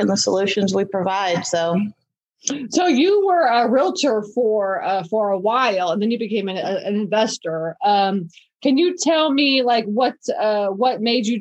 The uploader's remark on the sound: this is a Zoom interview & the quality is okay